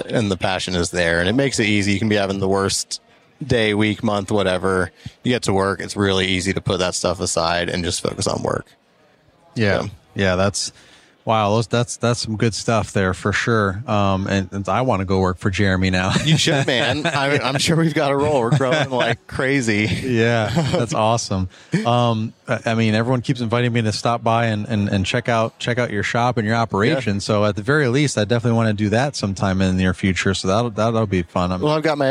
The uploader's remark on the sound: Pod-Row at Synkd LIVE in Atlanta